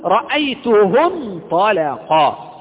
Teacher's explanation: إذن الألف سقطت حينما كانت في وسط الكلام، لا تنطق · Term: همزة وصل